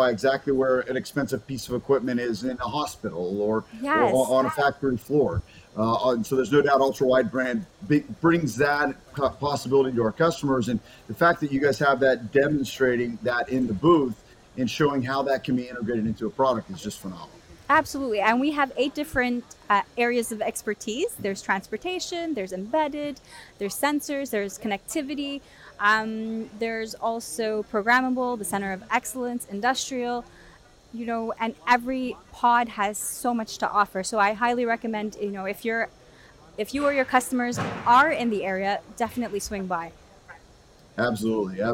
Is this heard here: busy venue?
yes